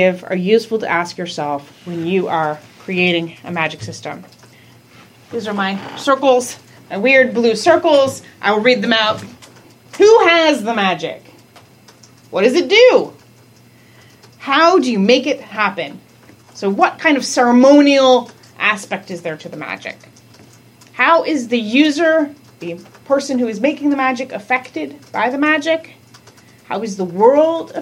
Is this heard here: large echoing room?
yes